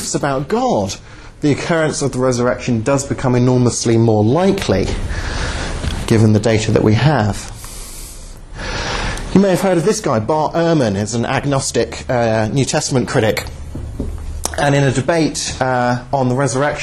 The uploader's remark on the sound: Talk at Southampton University, 08/02/11.